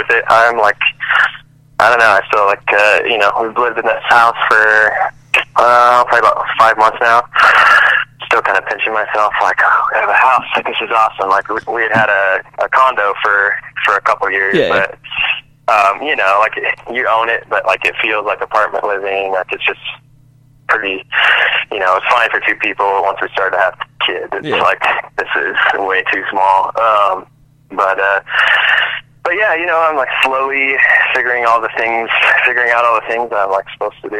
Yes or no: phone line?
yes